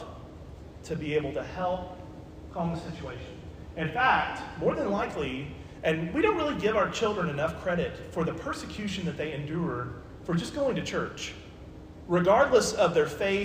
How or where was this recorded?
large echoing room